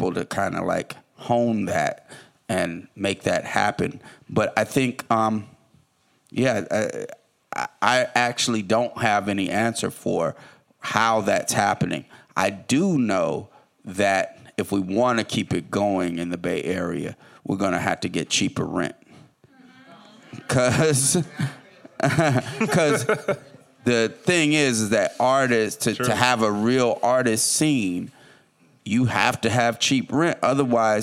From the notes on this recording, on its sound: this live recorded session of Innovation Crush